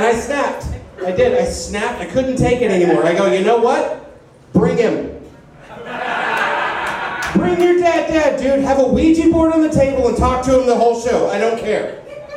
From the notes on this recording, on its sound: This week's show is live from the Arena Pub